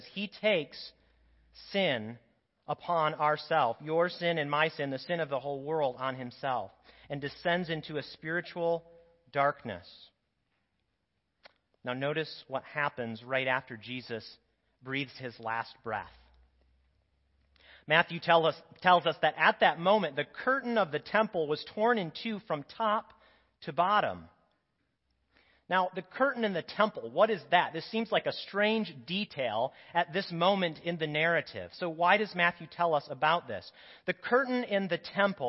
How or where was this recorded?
large echoing room